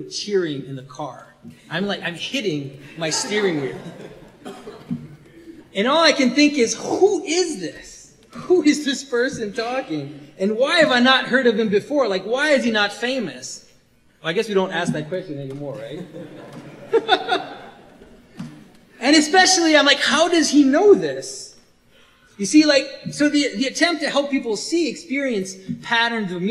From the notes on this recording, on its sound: This was recorded at the Resurrection of Logos event in Toronto, March 2017. This was recorded at the Resurrection of Logos event in Toronto, March 2017.